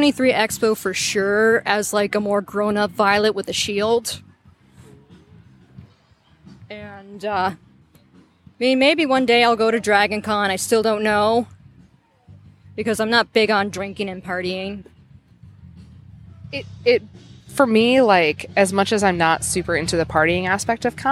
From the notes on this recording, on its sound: Live at Cosplay Beach Party.